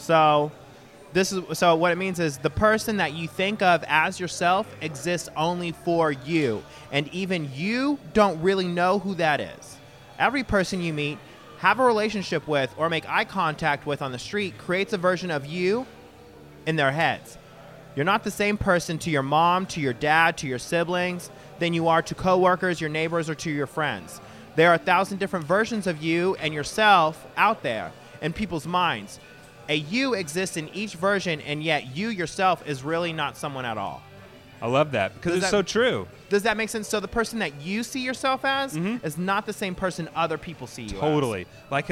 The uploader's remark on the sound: live from their favorite barbershop, Floyd's 99 Barbershop in West Village, Dallas